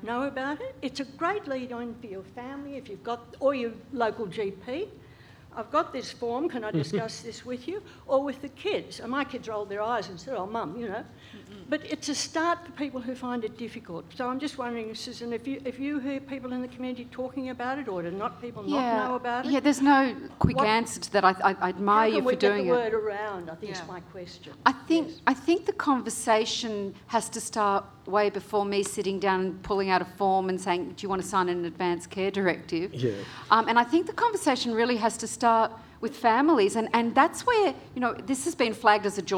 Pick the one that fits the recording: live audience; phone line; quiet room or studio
live audience